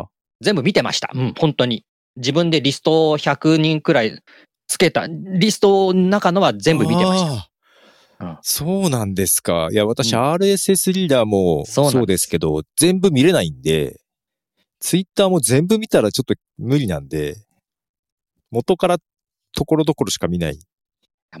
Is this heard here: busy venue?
no